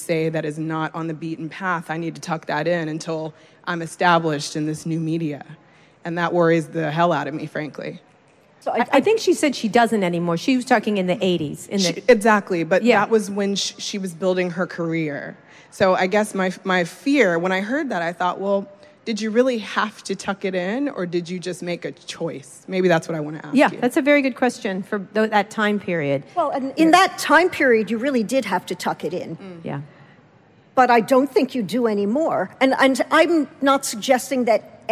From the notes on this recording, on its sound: at the 2017 edition of Werk It, WNYC’s women-in-podcasting festival